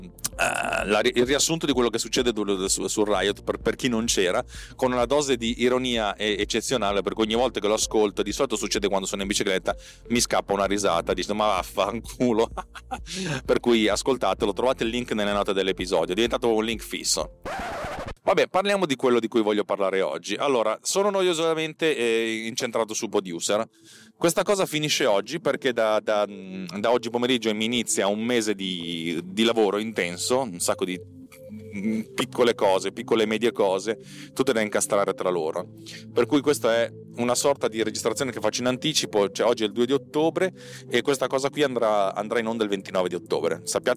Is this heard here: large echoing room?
no